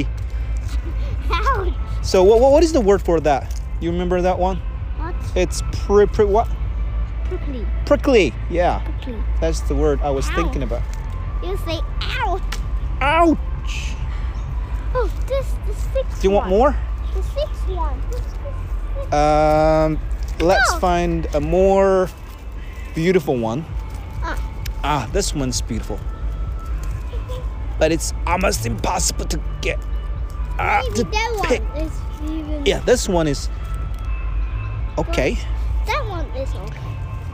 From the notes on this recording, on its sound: Another "walk and talk" episode recorded in Suzhou Central Park.